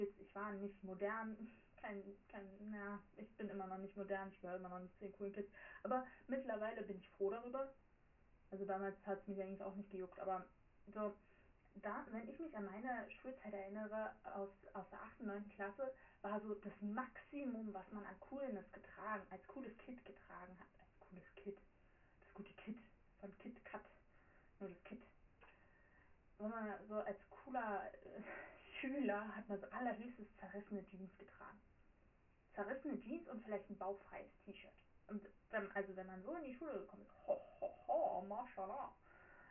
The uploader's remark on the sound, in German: sorry für den Ton